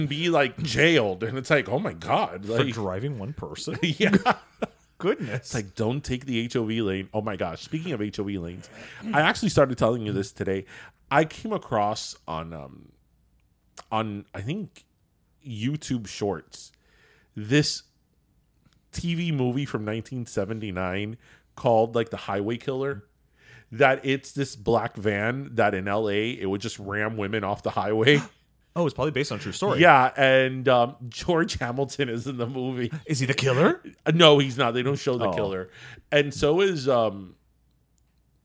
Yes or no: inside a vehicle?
no